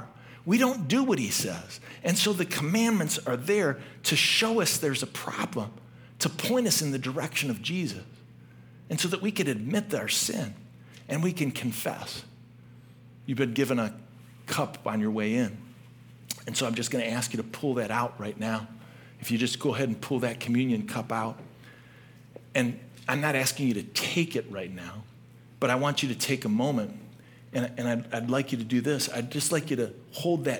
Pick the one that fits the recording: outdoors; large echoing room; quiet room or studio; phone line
large echoing room